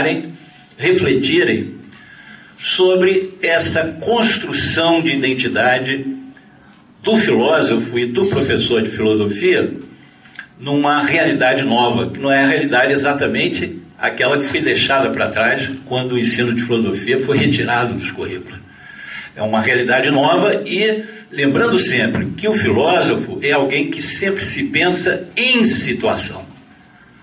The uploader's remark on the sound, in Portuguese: Palestra gravada durante o XXVII Encontro Nacional de Estudantes de Filosofia (ENEFIL) em 2011, na UFF Niterói